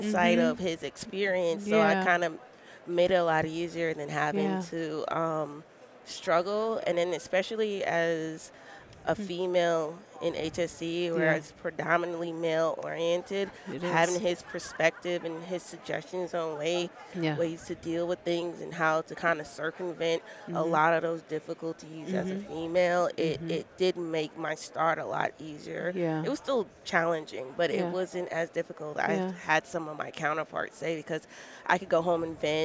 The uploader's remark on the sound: Live From ASSP Safety 2023